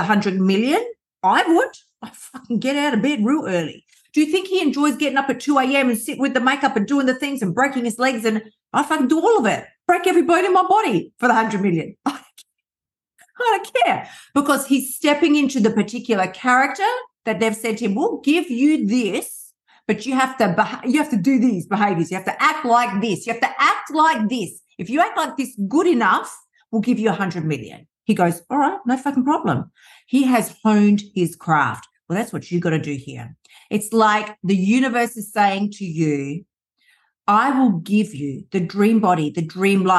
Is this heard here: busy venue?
no